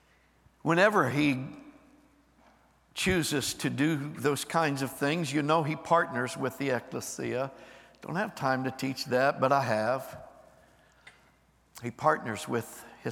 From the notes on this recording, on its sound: Recorded live on 11/12/23.